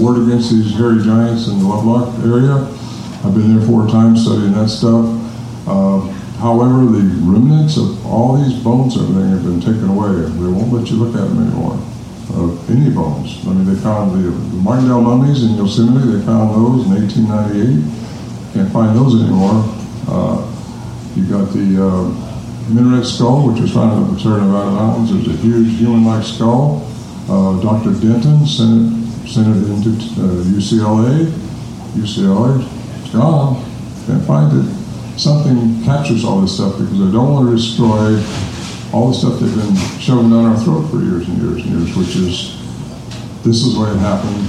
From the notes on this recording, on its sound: speak to a packed house of eager Sasquatch enthusiast who enjoyed the comforts of The Axe & Fiddle Pub SBR para/con live pub talks